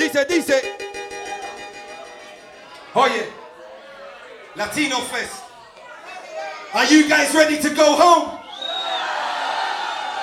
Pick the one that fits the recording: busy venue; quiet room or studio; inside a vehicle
busy venue